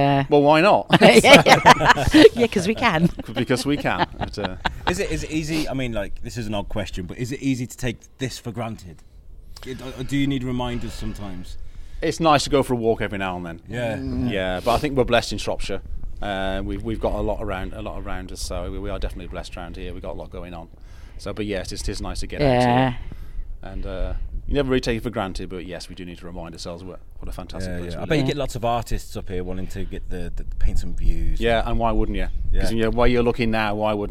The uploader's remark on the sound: Recording a podcast at the top of the Monument in Hawkstone Park Follies. Come to you from 100ft in the air. Then the last bit of audio was recorded inside the visually stunning caves.